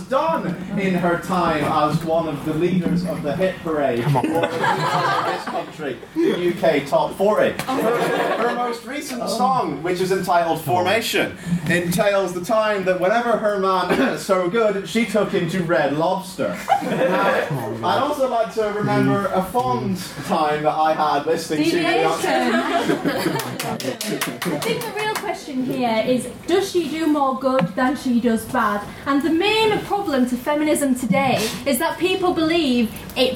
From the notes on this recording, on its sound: The Alpha Schools' Debating Competition hosted by the Queen's University of Belfast Literary and Scientific Society! This is the recording of a short break from the debating, during which we had a few mini debates and a game of Just a Minute.